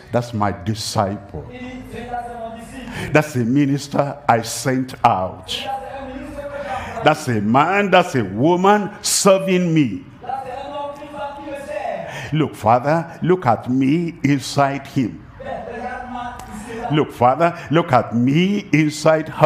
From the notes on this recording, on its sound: live from Douala, Cameroon.